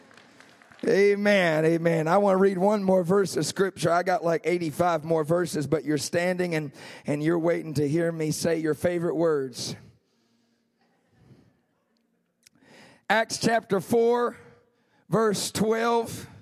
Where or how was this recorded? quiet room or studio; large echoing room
large echoing room